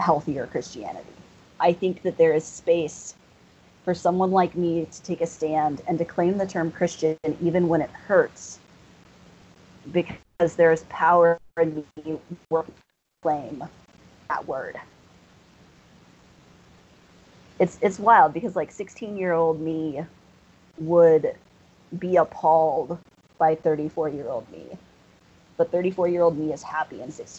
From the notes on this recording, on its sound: sorry for the audio quality